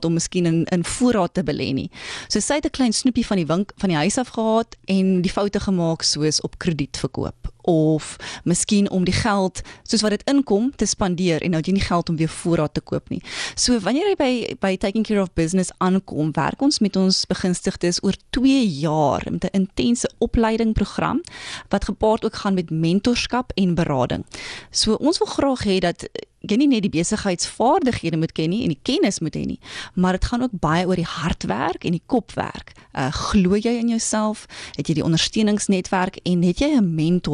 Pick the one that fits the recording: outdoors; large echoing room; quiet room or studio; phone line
quiet room or studio